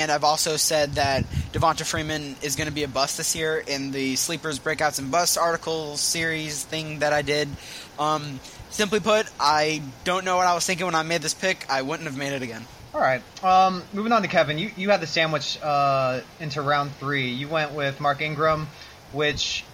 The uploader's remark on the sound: The random snap, crackle, pops that occur. The sound of my voice, which makes it seem we recorded this pod in a small empty closet.